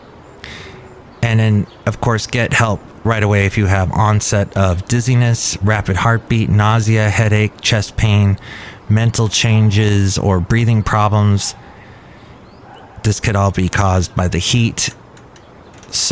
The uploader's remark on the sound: podcasts live from Café Anyway